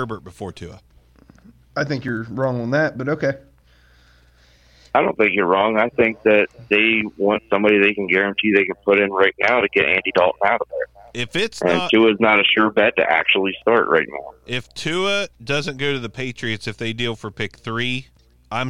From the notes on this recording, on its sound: We ask some longtime listeners to call